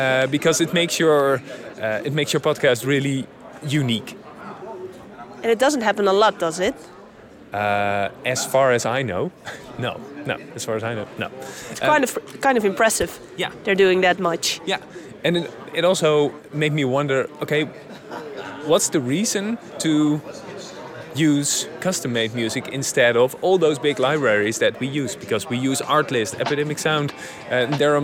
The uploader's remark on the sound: Live from Podcast Movement in Las Vegas